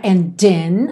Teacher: And in my dreams, aqui poderia ser and in, mas a gente até ouve mesmo … cantando esse D de leve